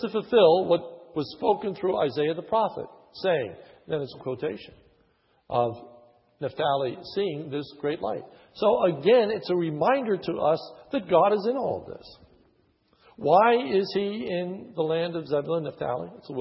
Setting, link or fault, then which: setting, large echoing room